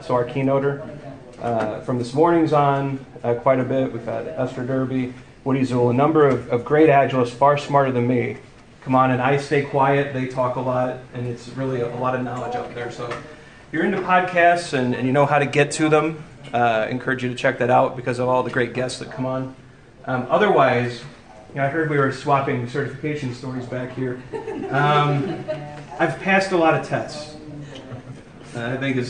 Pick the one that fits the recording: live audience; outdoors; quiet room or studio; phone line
live audience